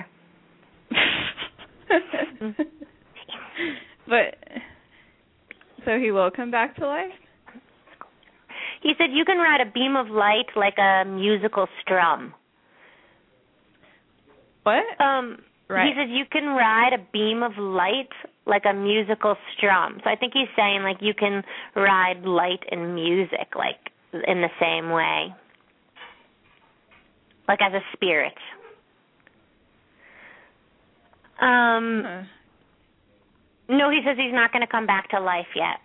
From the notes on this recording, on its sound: open up the lines for listeners to call